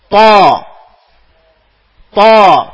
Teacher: ഇൻഹിസാർ, ത്വാ സെന്റർ, അവന്റെ നാവിന്റെ സെന്റർ കുഴിഞ്ഞണ്ടാക്കി എപ്പോഴും, മനസ്സിലായോ? ത്വാ ത്വാ, തൊണ്ടങ്ങനെ ഇടുങ്ങും, സെന്റർ കുഴിയും, ഇൽസാഖ് മേലെ ഒട്ടിച്ചേരും · അതെന്തുകൊണ്ടാണ് സംഭവിക്കുന്ന അദ്ദേഹം പറയാ, ഫമല്ലം യഅതനി, ഫമല്ലം യഅതനി ബിബയാനി തുബാഖിഹ വസ്തിഅലാഇഹ, താക്കുള്ള ഒരു ശബ്ദരൂപ, താ ഷൈത്താനിലെ ത ഉച്ചരിക്കുമ്പോ അതിനുള്ളൊരു ശബ്ദരൂപാണ്, ത്വാ പറയുമ്പോ നാവ് മേലെ അണ്ണാക്കിൽ ഒട്ടിച്ചേരുകയും ചെയ്യും, ശബ്ദം സെന്ററിൽ ഇങ്ങനെ ചുരുങ്ങുകയും ചെയ്യും